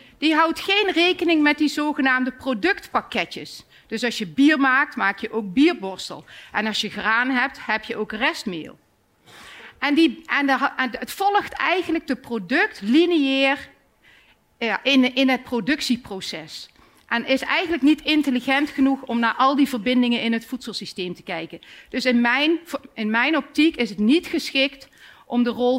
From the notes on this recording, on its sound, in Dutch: live vanuit het Betweter festival